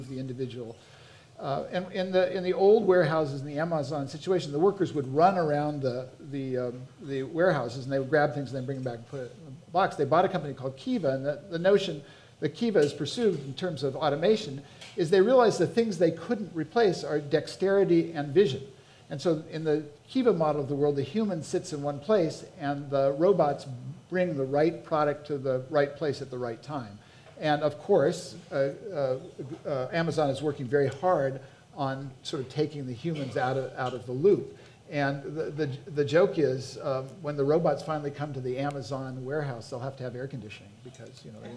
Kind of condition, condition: setting, busy venue